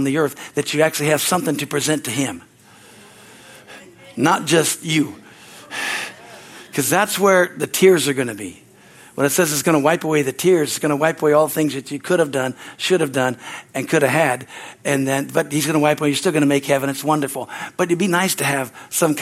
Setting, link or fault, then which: setting, large echoing room